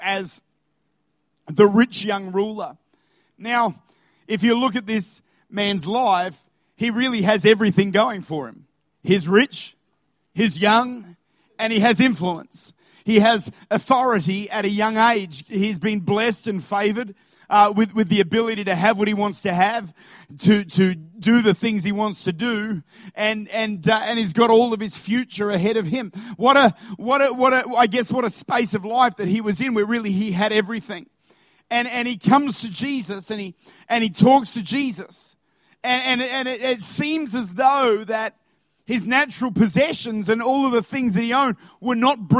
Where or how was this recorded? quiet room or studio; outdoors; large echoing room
large echoing room